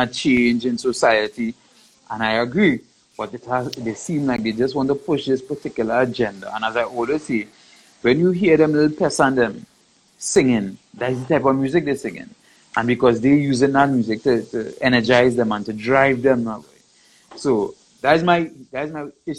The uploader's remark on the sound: This Interview was conducted via Instagram Live